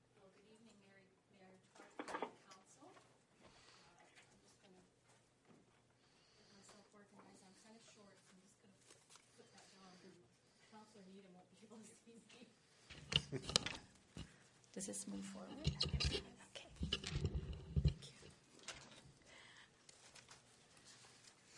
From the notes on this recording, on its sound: Audio recording of the September 2, 2014 Regular Meeting of Peace River's Town Council.